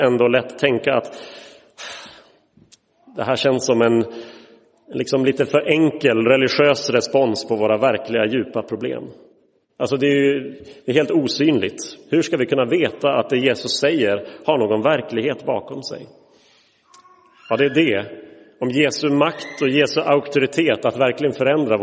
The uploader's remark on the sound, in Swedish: Inspelad i Roseniuskyrkan den 15 oktober 2023.